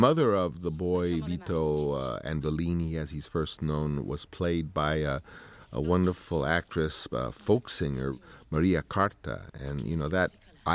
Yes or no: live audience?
no